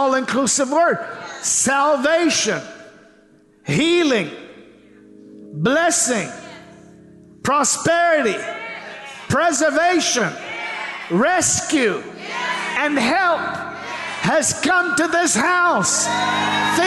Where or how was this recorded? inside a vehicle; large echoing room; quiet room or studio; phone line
large echoing room